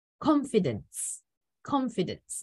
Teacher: Let's go to a three syllable word confidence. Yes, the stress falls on con. So it's confidence, confidence, not confidence.